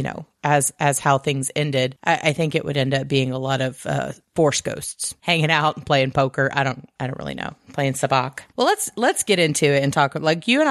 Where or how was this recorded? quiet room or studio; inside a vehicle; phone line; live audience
quiet room or studio